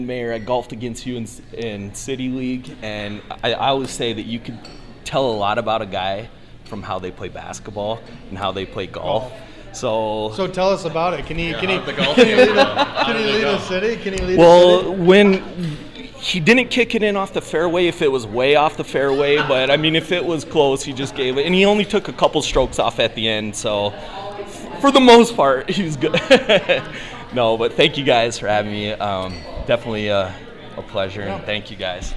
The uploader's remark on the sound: Live At Labbie's Sports Bar & Grill